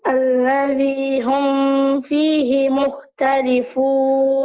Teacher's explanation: أول ما تلاقي ميم سكنة بعديها فاء تسكن الميم كويس، إظهار